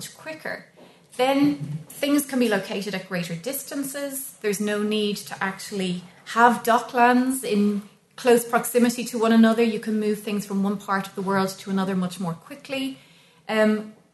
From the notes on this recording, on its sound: recorded at the Dockland Encounters Symposium